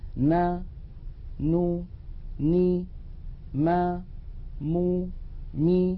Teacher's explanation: هذه الأصوات 6 فيها غنة أنقص ما تكون وهي متساوية في الزمن. ما قلته من مراتب الغنة وأزمنتها نلاحظه على اللوحة التعليمية التالية التي تبين لنا ذلك.